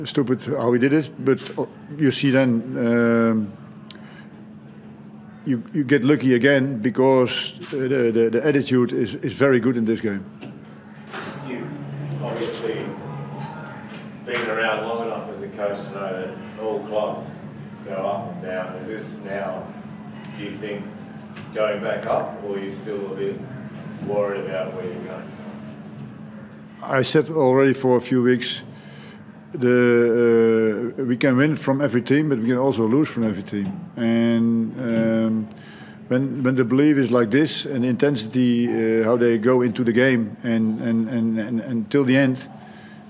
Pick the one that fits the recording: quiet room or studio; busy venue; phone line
busy venue